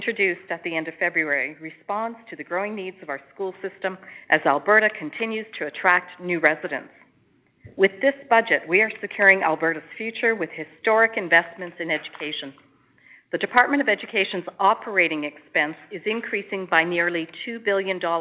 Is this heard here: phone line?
yes